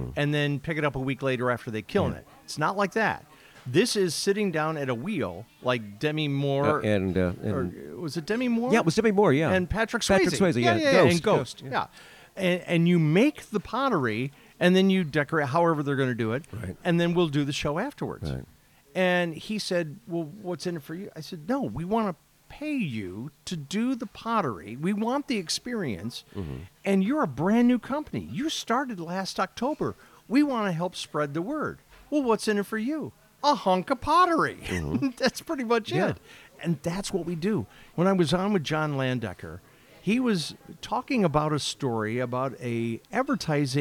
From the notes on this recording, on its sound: We meet at Maxim's Diner in Merrillville, Indiana on January 23, 2024. During a day filled with freezing rain driving.